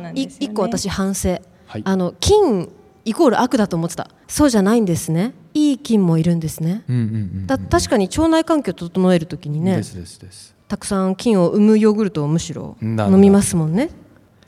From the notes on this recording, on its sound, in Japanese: 資生堂のオープンイノベーションプログラム fibona 「Around Beauty Meetup」初の公開収録を配信します。S/PARK 1F。